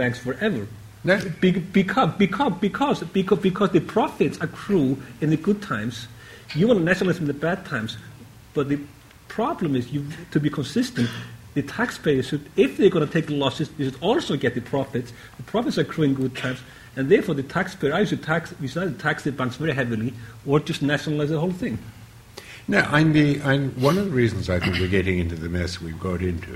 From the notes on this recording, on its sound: The first public event of the ESRC Systemic Risk Centre at LSE. Take questions from the audience.